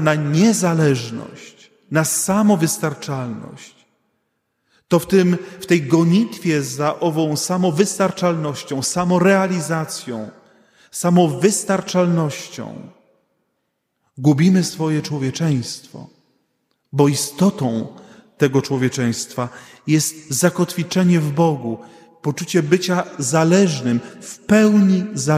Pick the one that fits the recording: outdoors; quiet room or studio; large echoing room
large echoing room